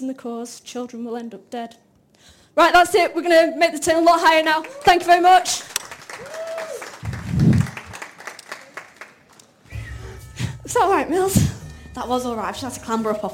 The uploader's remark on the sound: Broadcast live from the University of Salford's MediaCity Campus foyer on 31 October 2023. Utter Radio's monthly open mic show - broadcast live from the University of Salford's MediaCity Campus foyer.